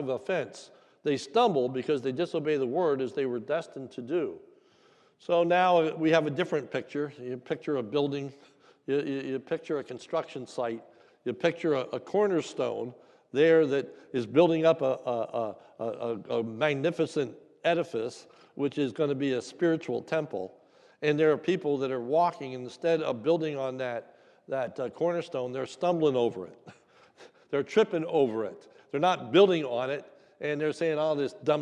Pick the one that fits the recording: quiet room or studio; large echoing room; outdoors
large echoing room